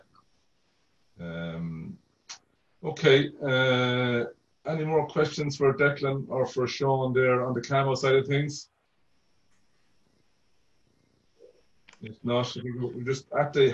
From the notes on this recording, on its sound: This is the recording of the 4th APTN aircraft lessor, VP Technical and APTN Enterprise members Zoom Call